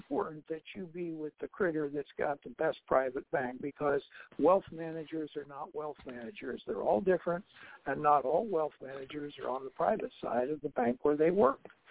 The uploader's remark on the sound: TNTSuperfantastic Conference Call.